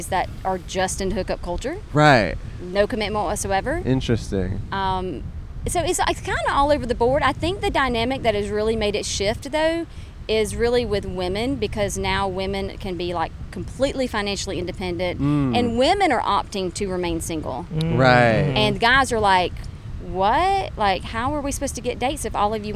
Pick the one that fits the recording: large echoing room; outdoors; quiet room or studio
outdoors